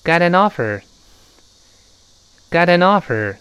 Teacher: 那个 t 自动会轻轻浊化成一个 d 这个声音